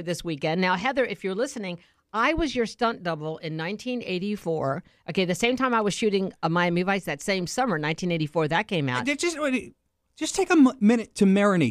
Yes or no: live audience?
no